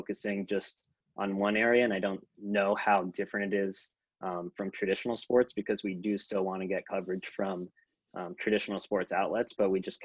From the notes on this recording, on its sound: Zoom Webinar started recording the episode ten minutes in.